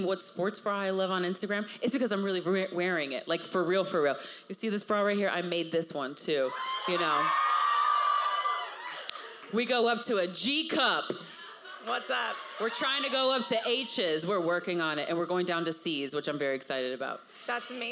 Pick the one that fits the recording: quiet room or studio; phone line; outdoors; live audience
live audience